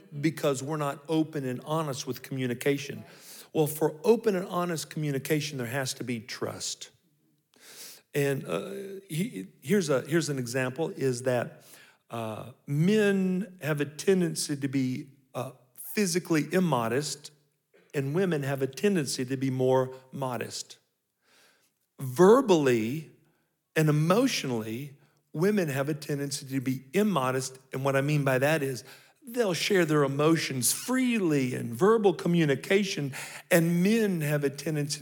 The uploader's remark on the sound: 2023 Marriage Seminar (General Session 2). These episodes were recorded live. At our 2023 Calvary Marriage Seminar.